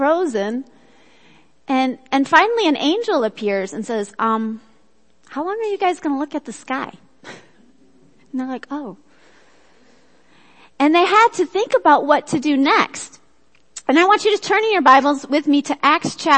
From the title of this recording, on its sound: Worship Service - Audio